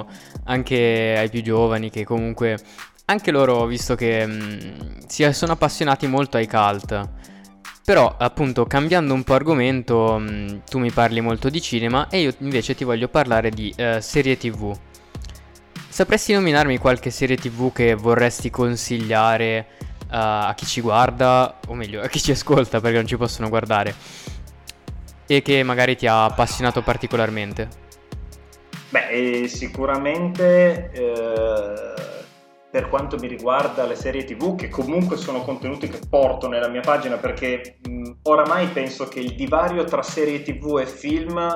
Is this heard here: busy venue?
no